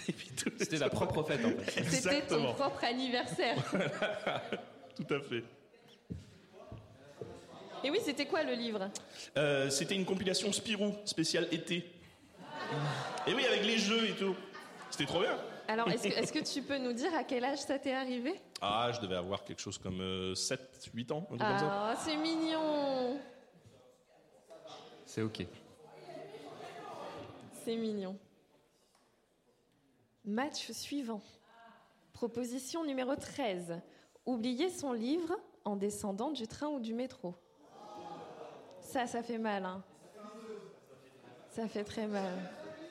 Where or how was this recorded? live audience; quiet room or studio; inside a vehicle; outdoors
live audience